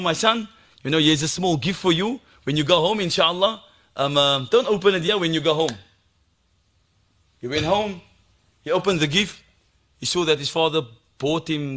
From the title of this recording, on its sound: Bayview Masjid Jumuah